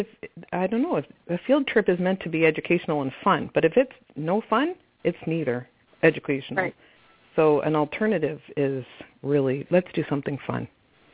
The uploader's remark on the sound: concerns from live callers